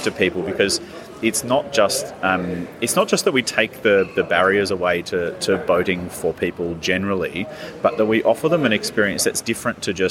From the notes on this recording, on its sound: recorded at the Sydney Boat Show